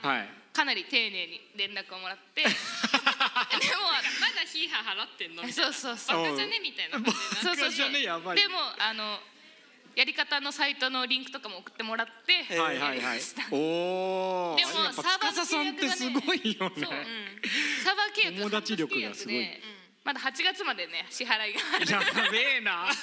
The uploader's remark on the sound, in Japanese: 先日開催されました与太話2.0主催のオフ会and公開収録イベント「寄り合い2.0」にて行われた2本の公開収録から、まずは前半！フロアーでは若干音が聞き取りづらかったとご意見いただいておりましたが、こっちは大丈夫です！